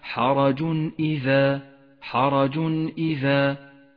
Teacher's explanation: حرج إذا جاء التنوين وبعده حرف الهمزة وهو من حروف الإظهار يظهر التنوين وما بعده من غير غنة أو تشديد